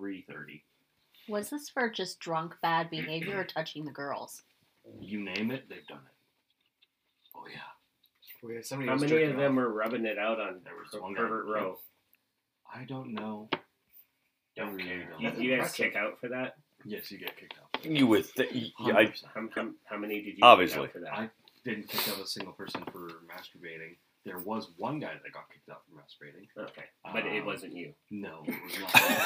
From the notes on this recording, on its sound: We were experiencing some technical difficulties, but we hope to have them all dealt with by the next episode.